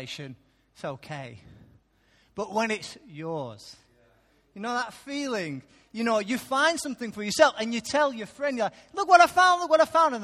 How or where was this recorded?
large echoing room